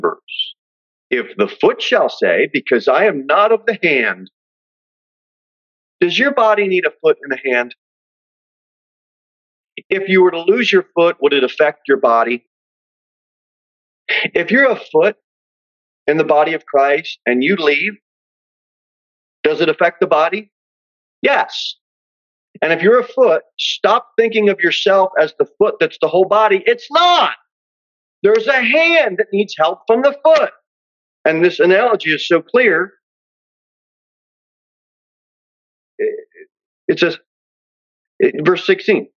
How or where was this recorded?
large echoing room